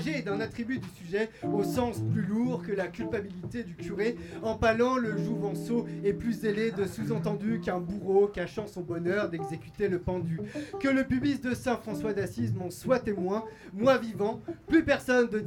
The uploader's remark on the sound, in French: Spoken words live show. Enregistré en live à l'Atomic's café à Nantes.